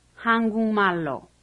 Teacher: 한국말로 is a combination of 한국, Korean, 말, language, and 로, by means of. The K in 한국 is pronounced NG when 말 follows, and 로 becomes 로 because of the L in 말.